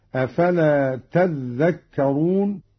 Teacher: قرأ قالون بتشديد الذال هكذا: أفلا تذكرون، والأصل تتذكرون، أدغمت التاء في الذال.